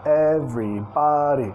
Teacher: Y hay un como segunda énfasis en body.